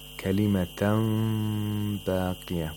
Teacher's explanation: the Nun Sakana is pronounced like a mim that is pronounced with إِخْفَاء · Term: إِقْلَاب